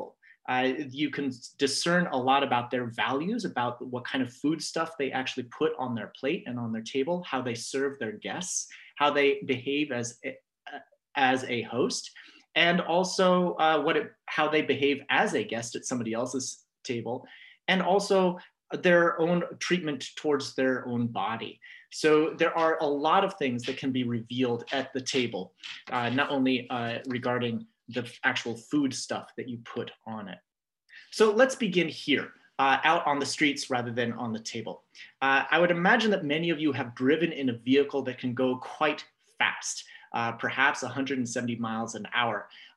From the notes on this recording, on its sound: This audio was captured from Zoom. As part of Yom Iyyun on Food Ethics.